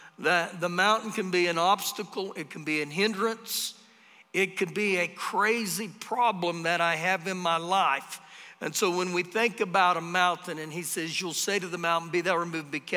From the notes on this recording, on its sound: Recorded live during our Wednesday night service